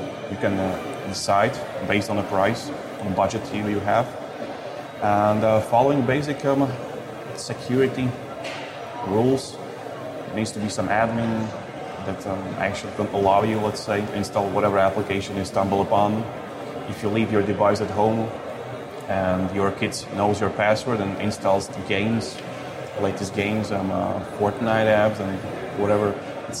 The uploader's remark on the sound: TEISS caught up with them at Mobile World Congress last month in Barcelona.